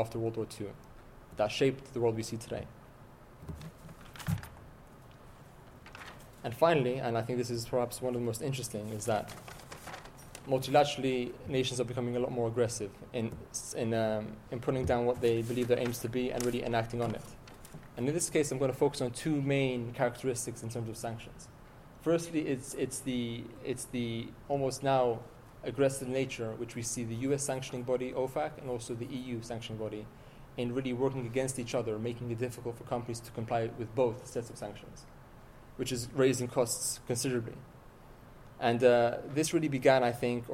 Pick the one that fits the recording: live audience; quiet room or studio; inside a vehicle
live audience